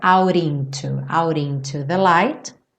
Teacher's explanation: Então aqui no out, para juntar no into, ele reduziu o T para rarara